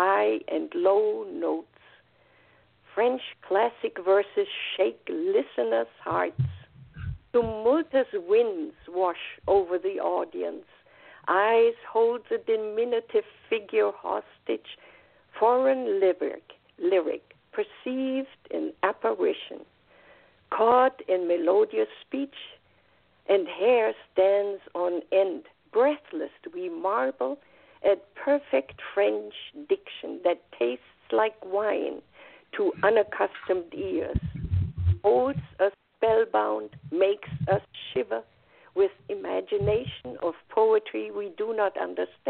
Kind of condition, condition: link, phone line